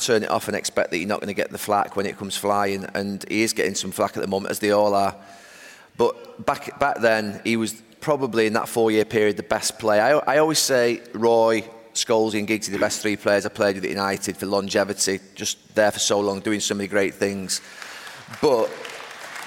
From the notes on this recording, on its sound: Our first ever Overlap Live event at the Manchester Apollo. In front of over 2,700 fans.